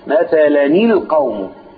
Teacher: فصارت مثلا، لا مثلاني، كانها نون وتحتها ايه؟ كسره، بدل ما كانها نون ساكنه بقى كانها نون مكسوره